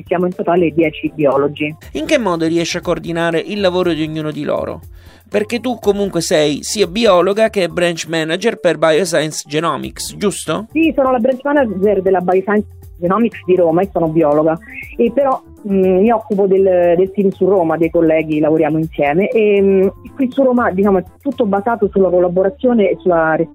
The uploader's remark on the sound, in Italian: al telefono